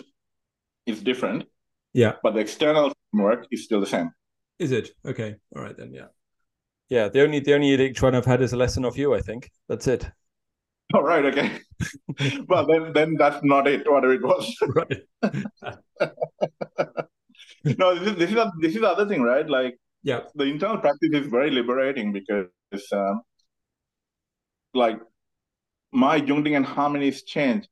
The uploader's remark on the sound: This conversation takes place over Zoom and so the sound quality reflects this.